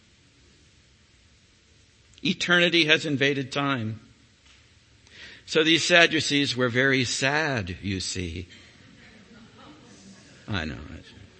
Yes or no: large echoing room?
yes